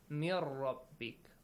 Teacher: you merge noon to ra so when you do it noon changes to ra